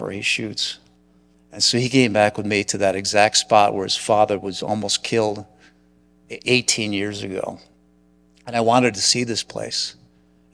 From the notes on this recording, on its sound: Churchill Lecture at ACS Clinical Congress 2023. That the audience could hear the personal story of a special guest.